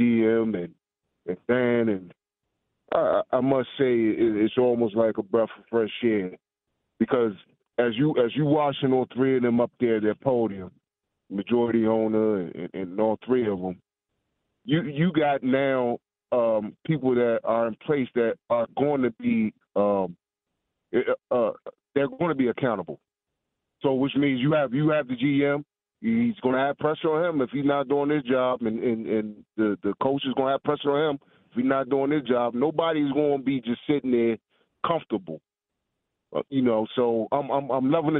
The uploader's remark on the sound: opened the phone lines and allowed the listeners to weigh